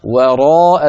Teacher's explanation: التقى في النطق واو مرققة وراء مفخمة